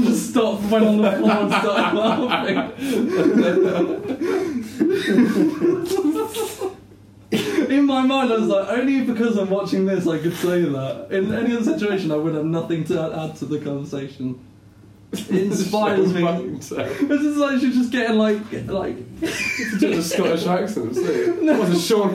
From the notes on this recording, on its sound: we don't know why the audio is so bad